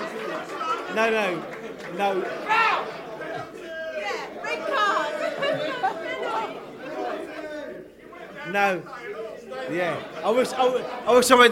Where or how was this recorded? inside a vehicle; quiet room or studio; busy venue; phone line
busy venue